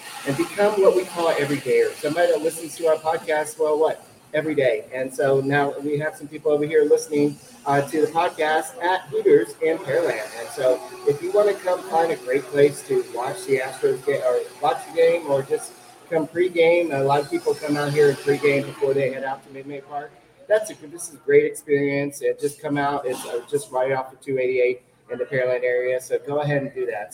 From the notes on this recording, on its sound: a live Locked On Astros podcast broadcasting from Hooters of Pearland